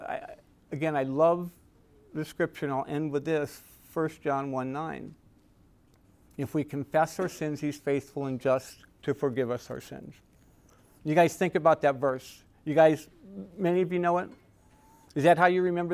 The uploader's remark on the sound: Recorded at Emmaus Church in Buford, GA